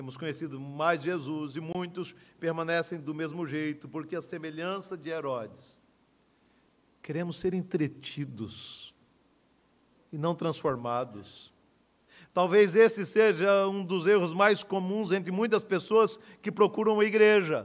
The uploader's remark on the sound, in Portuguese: No culto presencial e transmitido ao vivo no domingo a noite (18h) por ocasião do 89º aniversário da igreja.